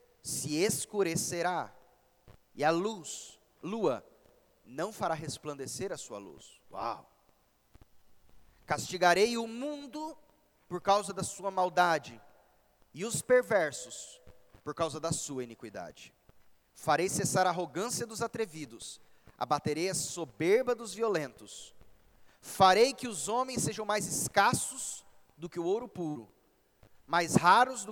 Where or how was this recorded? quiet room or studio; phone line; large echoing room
large echoing room